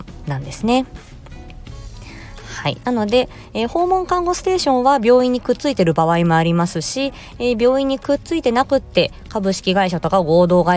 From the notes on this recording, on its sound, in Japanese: 木曜日の仕事終わりに車内で、ひっそり録音しました。